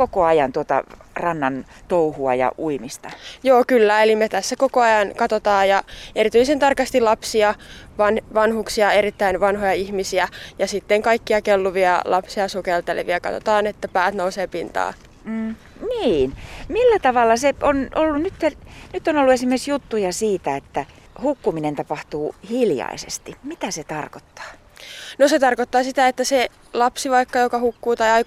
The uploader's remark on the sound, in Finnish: Hämeenlinnassa Ahveniston uimarannalla